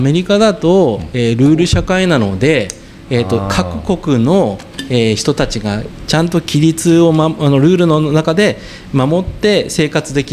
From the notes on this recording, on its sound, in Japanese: 浅草橋出張収録編。前回と同様、浅草橋（東京都台東区）にある国際交流シェアハウス『ボーダレスハウス浅草橋1』の1階のオープンカフェに御邪魔しました。後方でリスナーが飲み食いしながら聴いている公開収録型なので、少々ワイガヤが入っていますが。